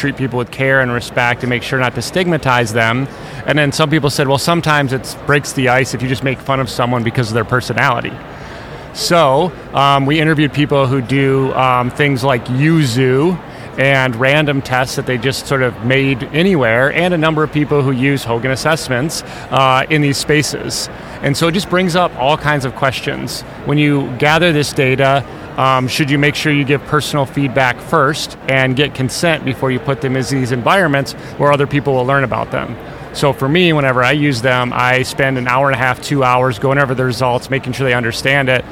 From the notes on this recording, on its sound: Live from SIOP.